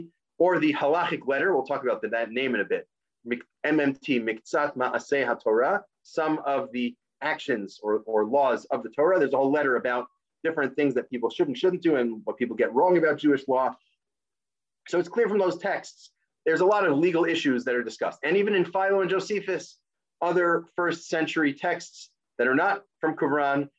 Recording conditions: video call